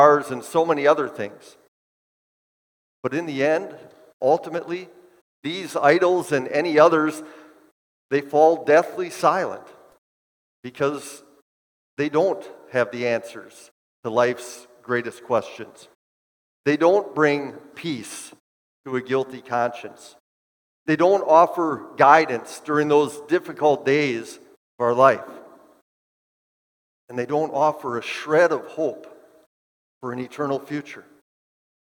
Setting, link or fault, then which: setting, large echoing room